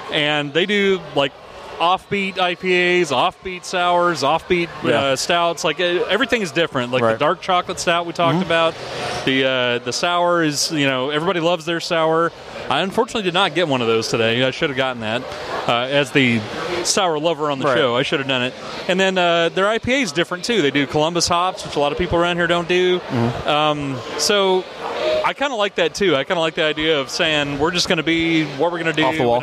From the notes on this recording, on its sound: Dallas Brew Bus: Division Brewing, Collective Brewing Project & Community Beer Co. We're back on the Dallas Brew Bus. We visit Division Brewing in Arlington, Collective Brewing Project in Ft. Worth and Community Beer Company in Dallas.